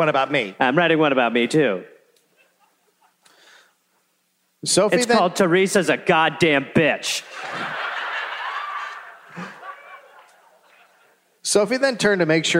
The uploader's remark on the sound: live in Detroit